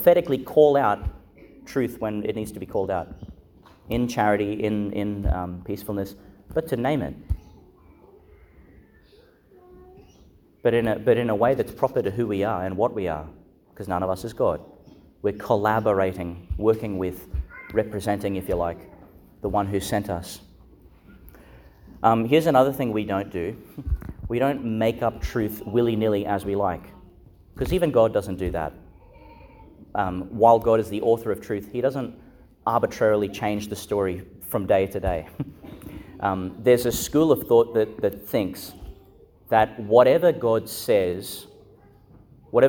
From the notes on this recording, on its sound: Homily for the Solemnity of the Most Holy Trinity, delivered (at the morning Mass) in Our Lady Star of the Sea Catholic Church, Gladstone, Qld.